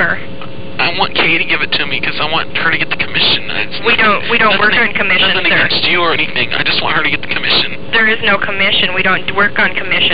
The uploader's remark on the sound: Prank Phone Calls